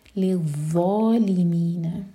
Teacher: ظو زبان اوپر والے دانت پر ٹچ کرے گی اور ہیوی پڑھیں گے